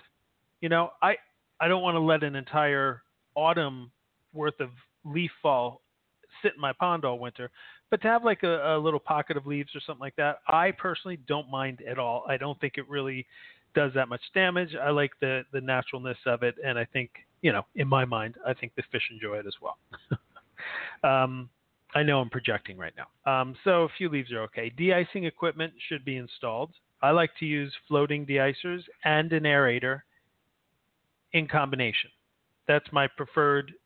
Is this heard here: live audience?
no